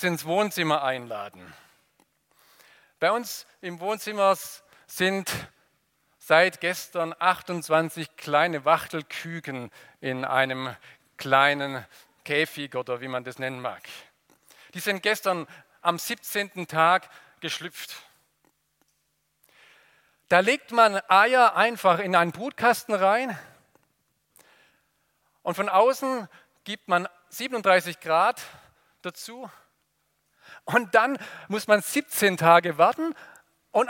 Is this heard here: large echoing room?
yes